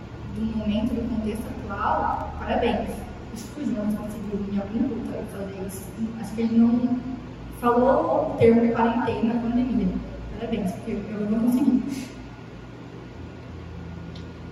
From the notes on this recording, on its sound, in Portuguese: Culto de experiência Ao Vivo/Online da rede Alfa, a rede de jovens e adolescentes da Igreja Batista Nacional Peniel de Cuiabá.